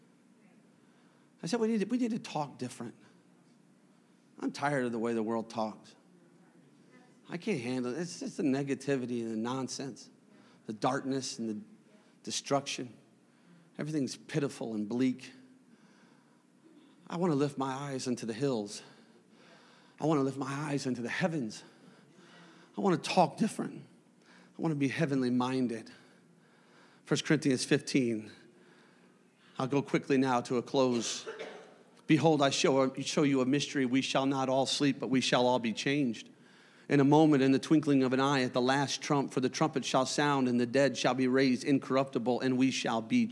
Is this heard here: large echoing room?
yes